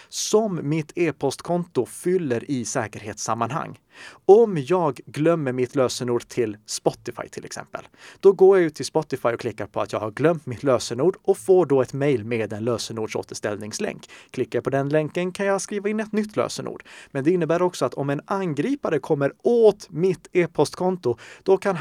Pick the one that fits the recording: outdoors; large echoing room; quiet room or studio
quiet room or studio